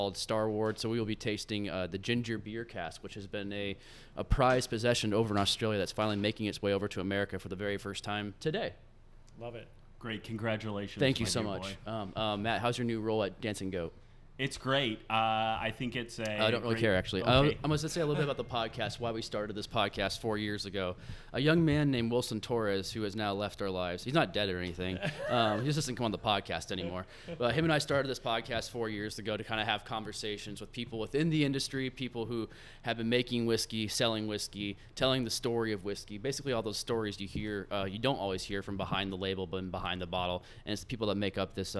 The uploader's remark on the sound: Live from Delilah’s